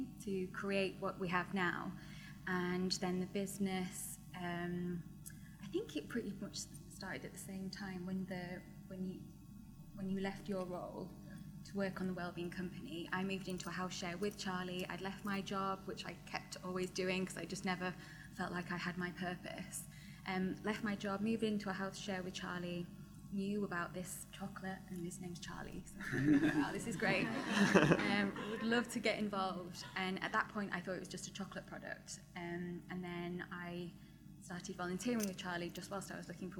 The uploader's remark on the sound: Live! This week we bring you an episode recorded live at Vevolution Festival 2019.